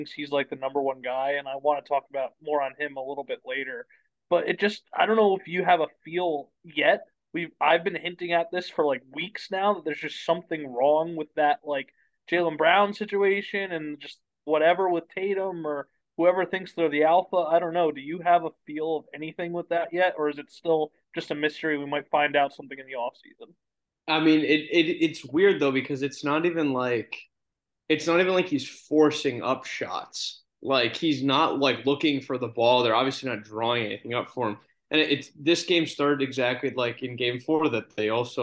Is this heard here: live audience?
no